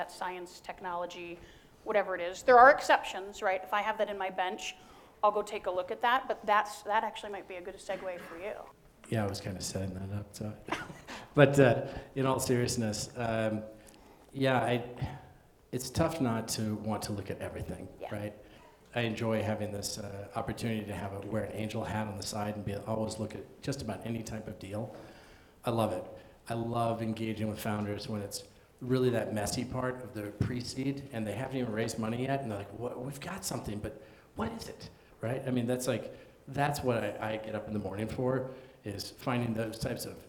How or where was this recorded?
live audience